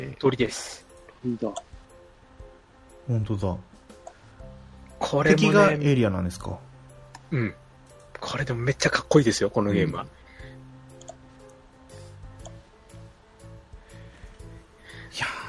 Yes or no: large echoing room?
no